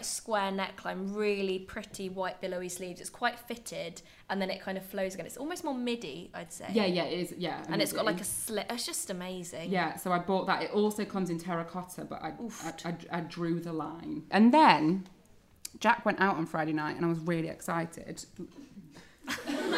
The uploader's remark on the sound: Live Recording. Was recorded in front of a live audience at The Hoxton, Holborn.